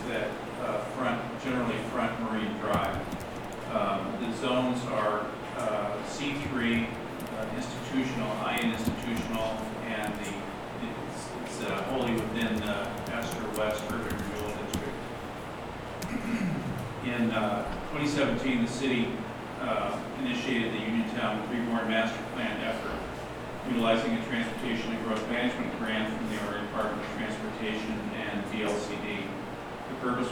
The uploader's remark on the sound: Live recording of Astoria Planning Commission Meeting, August 6, 2019